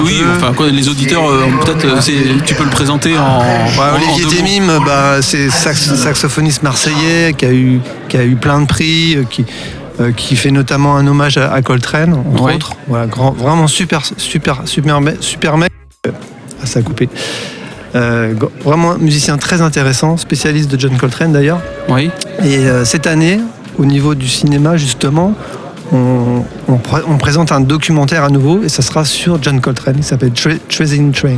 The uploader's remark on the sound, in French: C'est à Gaillac que se déroule chaque année le festival CocoJazz , et c'est en direct au FOMAC que nous en avons appris un peu plus.